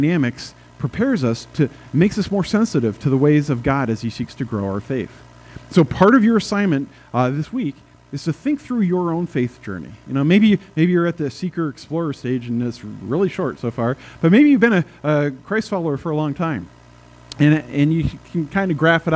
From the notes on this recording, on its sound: at First Presbyterian Church in Pine City, Minnesota, on April 24, 2022